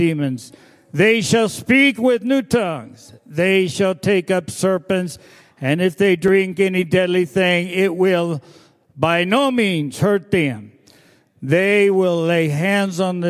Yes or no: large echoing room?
yes